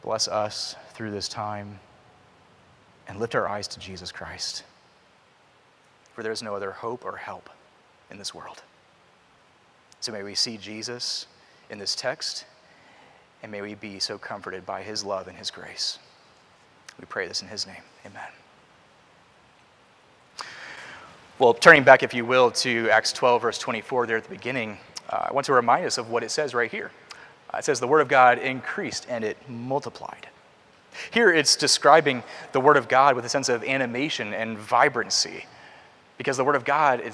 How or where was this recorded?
large echoing room